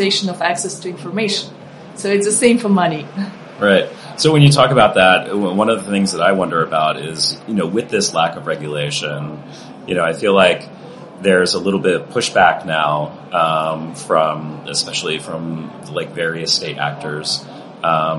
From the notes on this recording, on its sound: This week, we're sharing another conversation from our series of interviews at the Web Summit conference last year.